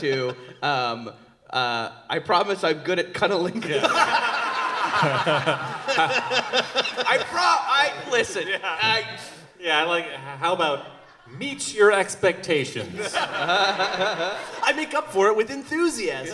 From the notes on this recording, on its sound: An elite group of podcasters gathered together in Chicago to create the most compelling podcast promos ever recorded in all of audio history. Recorded live from Very Very Fun Day in Chicago at Thalia Hall.